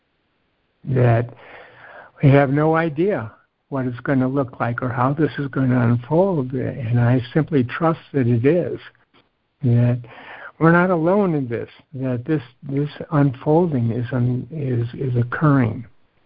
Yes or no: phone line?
yes